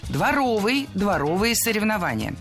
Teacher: Прилагательное, образованное от существительного «двор» – дворовый, с ударением на втором слоге и окончанием «ый».